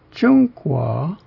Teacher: The last syllable is a diphthong of U and O together, with the O being rising in pitch, and that's why it's pronounced 中国, meaning China.